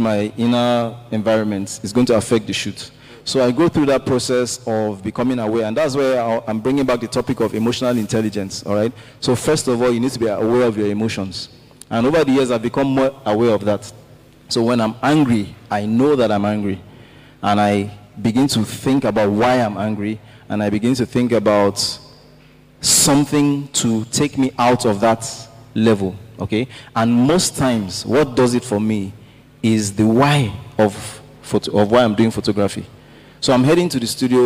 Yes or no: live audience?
yes